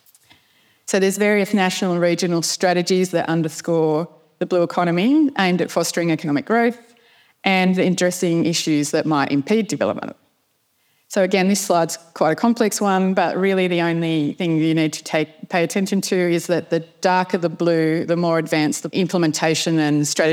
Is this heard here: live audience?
yes